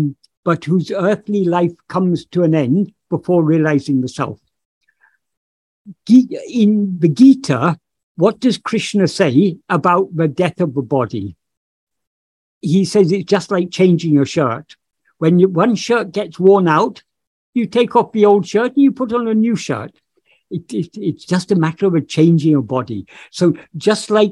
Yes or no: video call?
yes